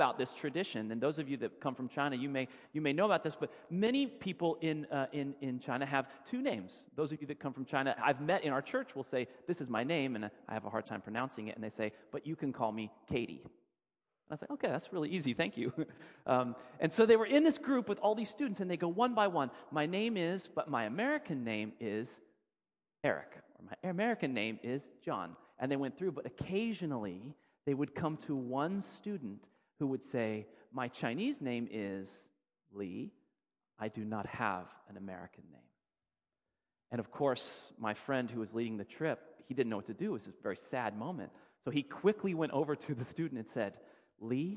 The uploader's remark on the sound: Sermon audio from FIBC Copenhagen